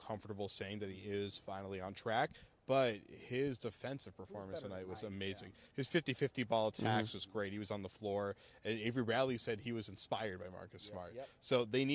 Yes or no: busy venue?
yes